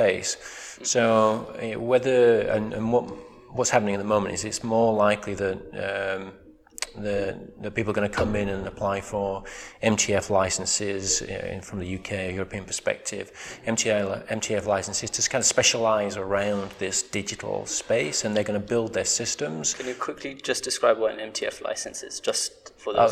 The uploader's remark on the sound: World Government Summit Special. Recording from a beautiful room that overlooks the beautiful Jumeirah Beach and the Madinah Jumeirah in all its glory. Sorry about the echoes in this episode.